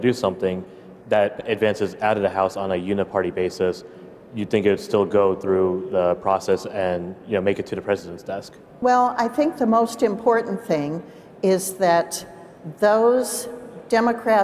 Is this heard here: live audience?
yes